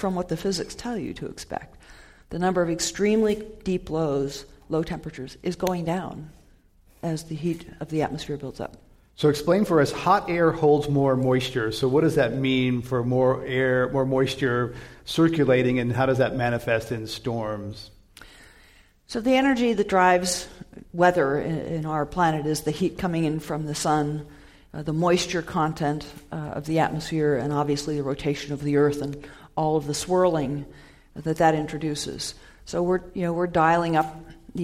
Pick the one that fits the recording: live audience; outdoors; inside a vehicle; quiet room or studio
live audience